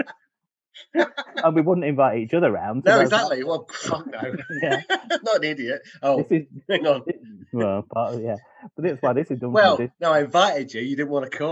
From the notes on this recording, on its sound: Despite sounding like we’re recording in a tiny cupboard, 20,000 leagues under the sea, somewhere in the future-past, using only string and paper-cups